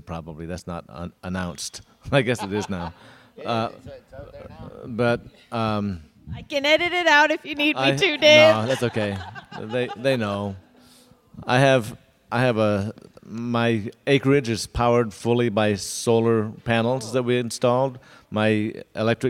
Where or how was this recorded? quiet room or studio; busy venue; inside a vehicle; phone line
busy venue